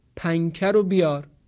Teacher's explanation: در کلمه پنکه معمولاً سر زبان به لسه برخورد نمی کنه، بلکه صدای نون در پنکه به صورت غنه و با امتداد بیشتر از بینی خارج میشه · Term: اخفا